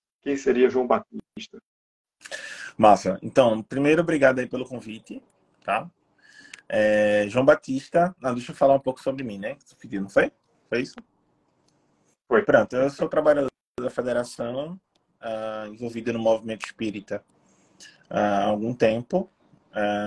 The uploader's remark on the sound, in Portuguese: Live realizada através do Instagram